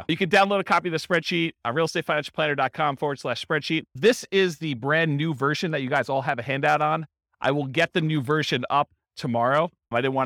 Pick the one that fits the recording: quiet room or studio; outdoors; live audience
live audience